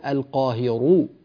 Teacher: أنت تقرأ لقالون فقالون يفخم الراء المضمومة فيقول القاهر رو املأ فمك بتفخيم الحرف وهو القاهر القاهر فوق عباده.